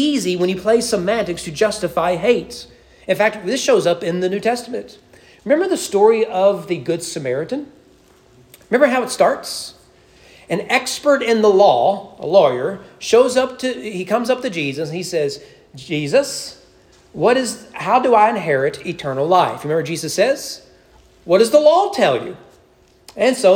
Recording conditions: large echoing room